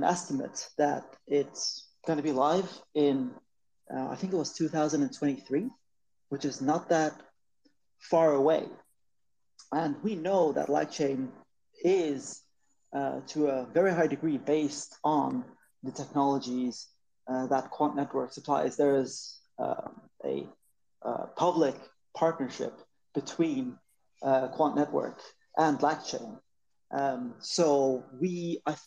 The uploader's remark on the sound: we are streaming the Twitter spaces Community Q&A